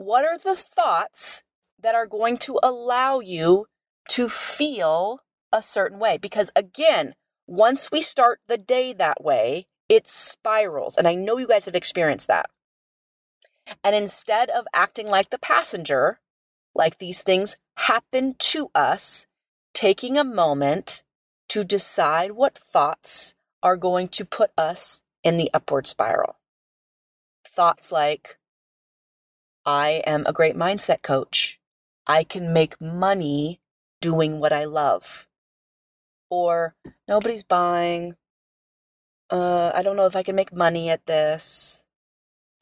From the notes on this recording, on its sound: recording from the parking lot of a Costco today